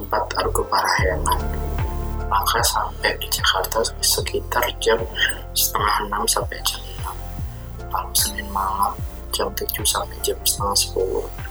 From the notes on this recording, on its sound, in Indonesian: mohon maaf kualitas suaranya masih belum terlalu baik